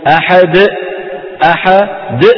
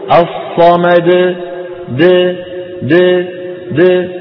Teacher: بعد أن يقلقل الدال يقفل، يقفل حنجرته · Shown in: first take · يلصق الحبل الوترين الصوتيين ببعضهما فيخرج إيه؟ · Term: ختم صوتها بهمزة